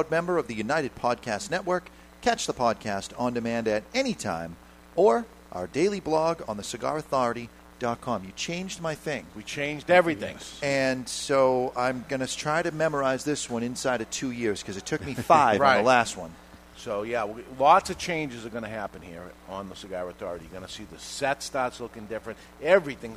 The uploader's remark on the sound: Live from Two Guys Smoke Shop in Salem, NH